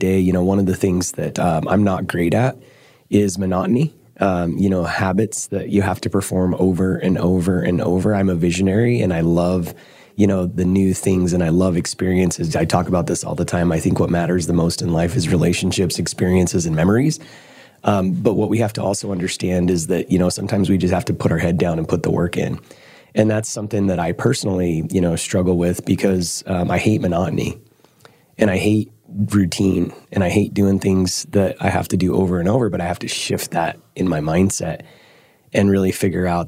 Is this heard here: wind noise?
no